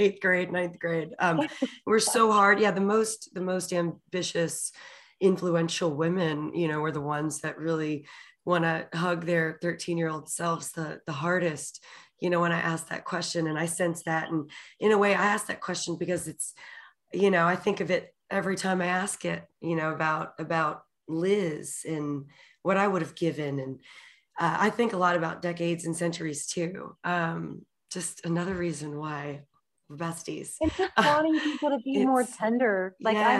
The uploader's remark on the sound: Recorded in New Braunfels, Texas via Zoom.